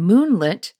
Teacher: That's a troche. That's stressed, unstressed.